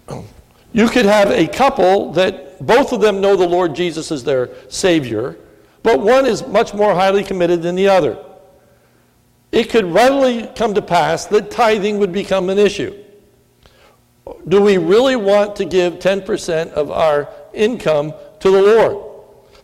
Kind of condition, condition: setting, large echoing room